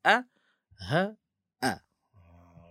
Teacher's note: Kat tekak tu, jadi dia pangkal tekak bunyi ha dengan a, bunyi hamzah. Hamzah di atas a, ha di atas ha, bernafas.